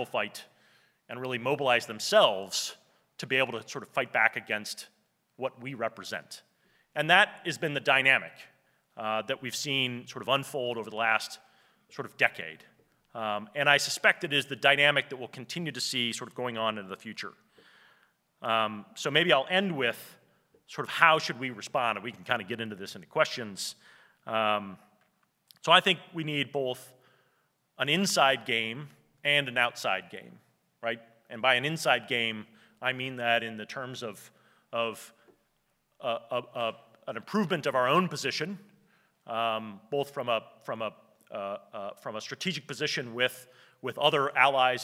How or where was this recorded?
live audience